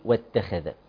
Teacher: فنخلي بالنا مع تفخيم الخاء لكن في نفس الوقت لا أقف على التاء